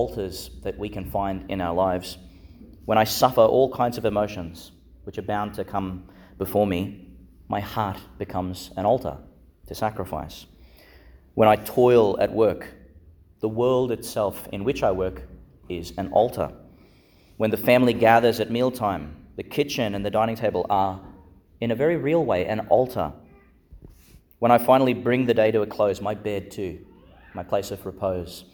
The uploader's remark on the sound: Homily for the Fifth Sunday in Eastertide, delivered in Our Lady Star of the Sea Church, Gladstone, Qld.